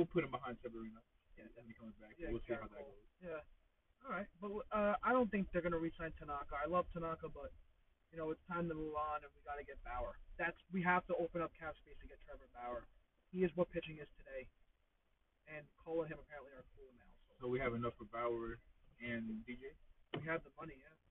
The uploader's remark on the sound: Please excuse us for the audio we had an issue with the microphone and we advise you to turn up the volume when listening.